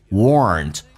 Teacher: 嘴巴凸出来收圆，整个舌身往回卷